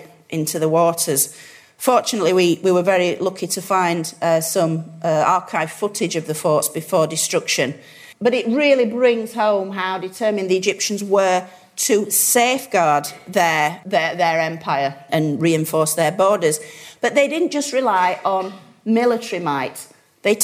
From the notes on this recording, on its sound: a lecture from our 2015 History Weekend event